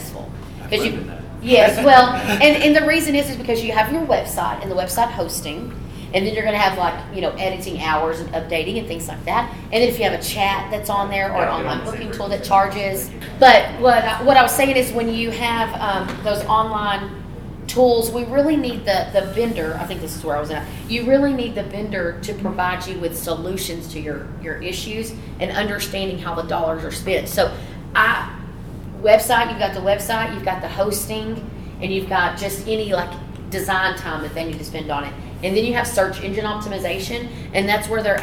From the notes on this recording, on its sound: on location in Draper, UT for ServiceTitan's Marketing for the Trades Summit